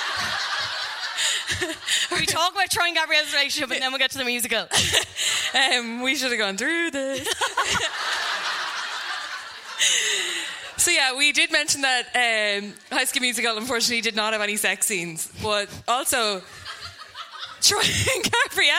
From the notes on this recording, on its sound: High School Musical (Live at the Sugar Club).